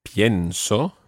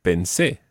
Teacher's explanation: The stress on the present tense is on the IE, and the stress when it's in the preterite is on the last syllable. Exactly. So when the stress is not on that first syllable of the verb, in the case of the infinitive pensar, when the stress is not on that syllable, you don't need the radical change.